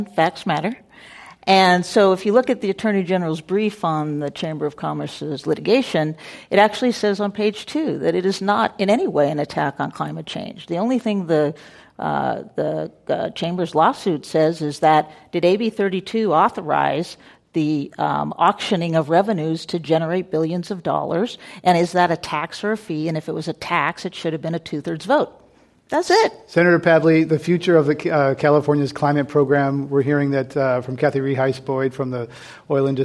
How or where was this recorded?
live audience